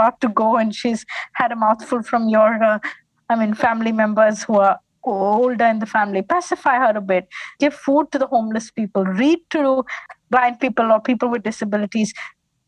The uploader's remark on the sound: This episode was recorded over zoom.